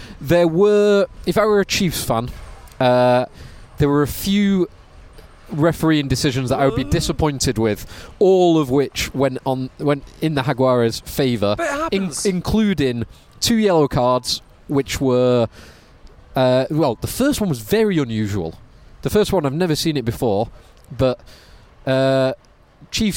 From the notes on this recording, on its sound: Live from the Costa del Salford. The boys risk heat stroke outside the balmy stadium after the Premiership domestic season comes to an end.